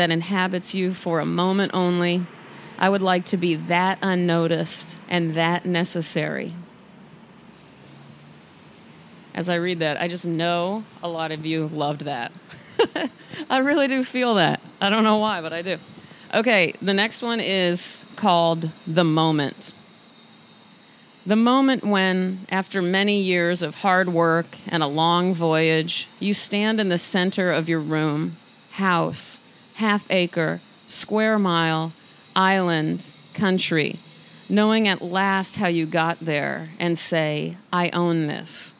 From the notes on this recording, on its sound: I was full with medium-level energy as I recorded this on my balcony for you this morning.